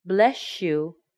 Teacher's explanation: I'm sure sometimes you hear people say, bless you, when you sneeze, but I bet sometimes you also hear, bless you, that's because the S and the Y sound like sh half of the time